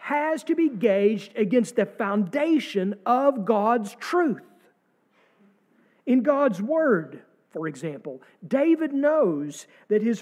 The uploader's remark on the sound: sermon from our service on April 2, 2023